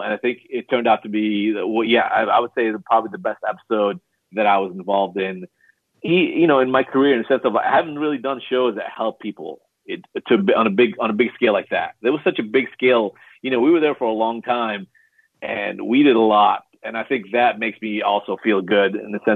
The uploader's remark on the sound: live caller segment